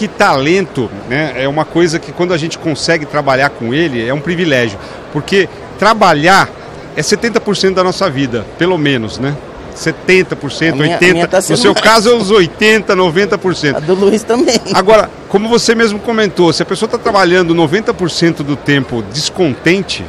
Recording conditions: busy venue